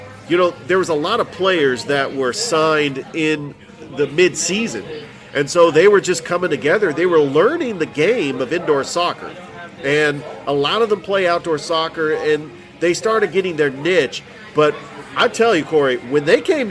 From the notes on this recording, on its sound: Live from Ivy Park Sports and Grill